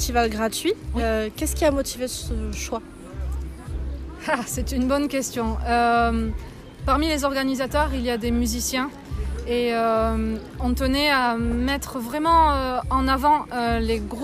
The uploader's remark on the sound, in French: REPORTAGE : En immersion dans les coulisses du festival Cap à Cases.